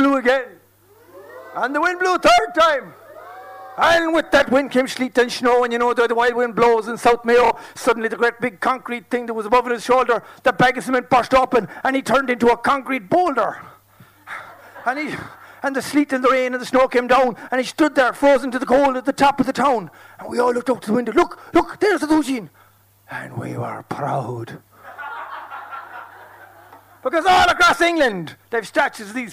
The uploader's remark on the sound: Performance at this year’s Lingo Festival. This audio was originally produced and broadcast live by Near FM with the support of the Broadcasting Authority of Ireland Sound and Vision scheme.